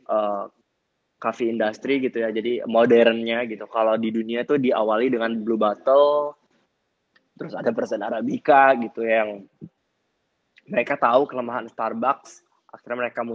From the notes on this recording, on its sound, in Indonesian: Clubhouse Session. Rekaman clubhouse sesi ke-10.